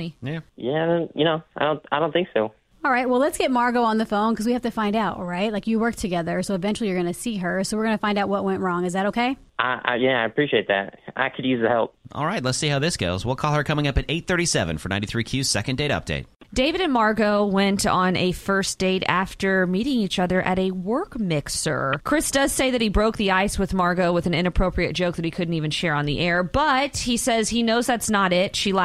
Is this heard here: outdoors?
no